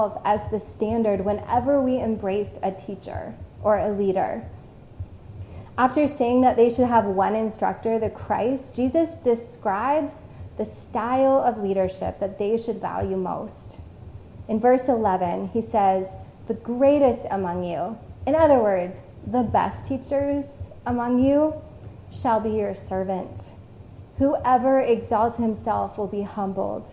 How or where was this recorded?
large echoing room